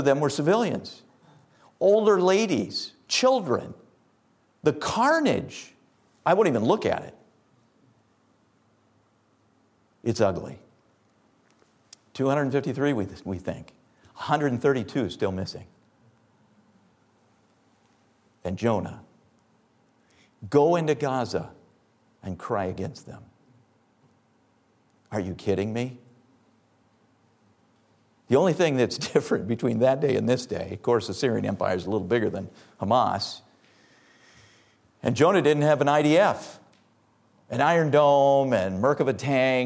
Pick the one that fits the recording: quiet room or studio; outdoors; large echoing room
large echoing room